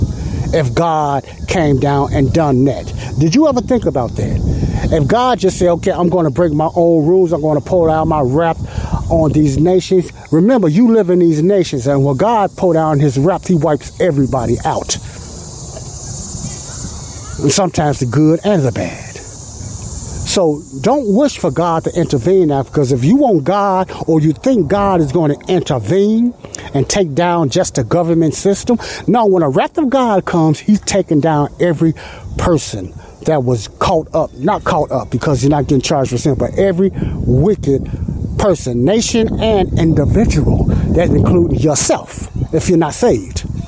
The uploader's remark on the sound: I'm sorry for all the noise and Wind sounds in this Audio podcast but I done this show outside at a Park and it was real windy